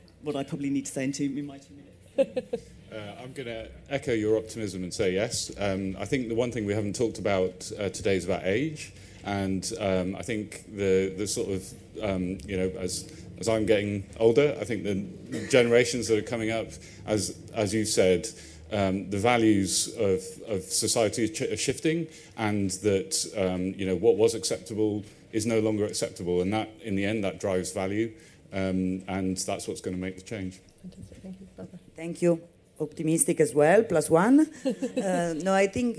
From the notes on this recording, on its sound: EG at MIPIM. Recorded live at MIPIM 2023.